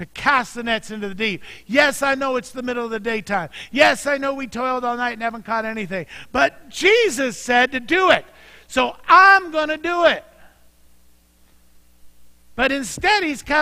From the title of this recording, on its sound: Mt. Zion Church Live!